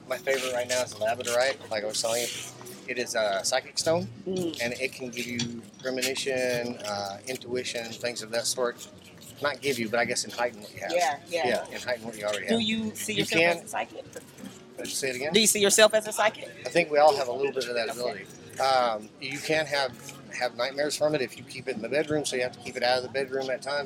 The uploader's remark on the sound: It wouldn't be authentic Venice Beach if you wasn't caught off guard by an interesting person or two. Live at Venice Beach.